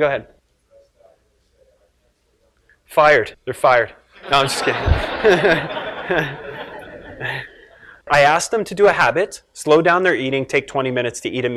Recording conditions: live audience